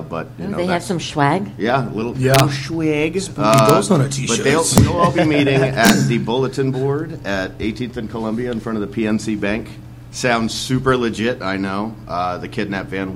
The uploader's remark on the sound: Live From Shenanigans